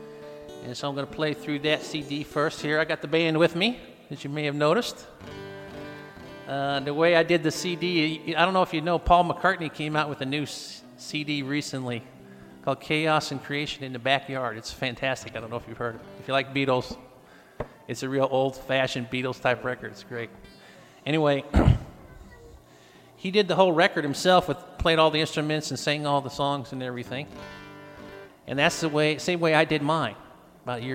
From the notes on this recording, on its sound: Apex NC. Plays acoustic music live at Pheasant Creek Coffee.